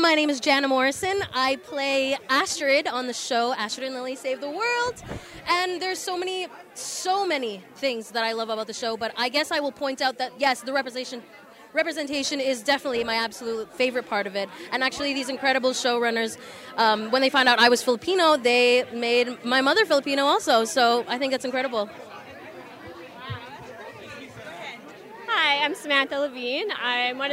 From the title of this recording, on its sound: Live from The Canadian Screen Actors Awards Red Carpet